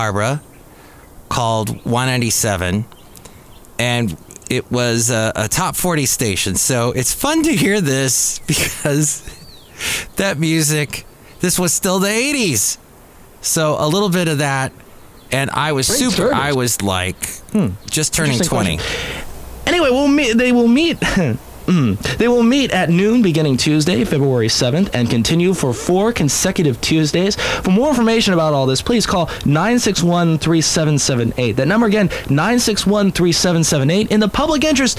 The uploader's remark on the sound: podcasts live from Café Anyway